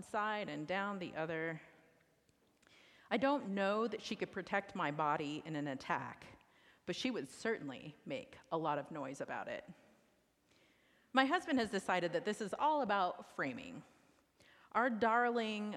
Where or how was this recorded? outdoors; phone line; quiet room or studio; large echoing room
large echoing room